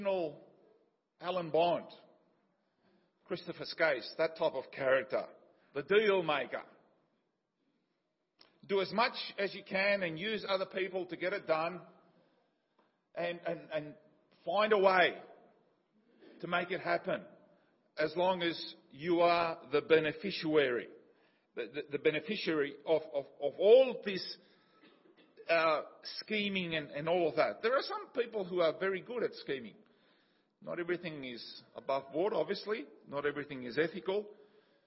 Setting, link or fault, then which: setting, large echoing room